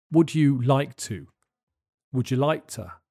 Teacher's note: The K in like is often replaced by a glottal stop.